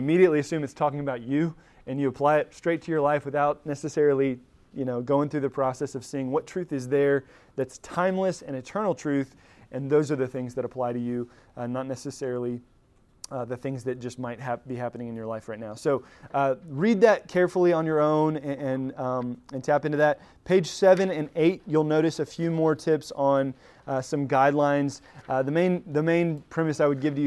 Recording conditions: large echoing room